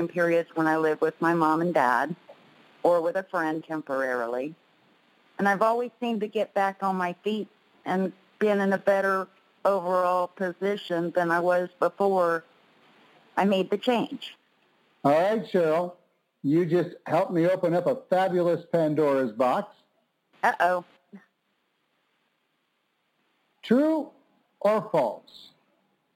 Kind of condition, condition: link, phone line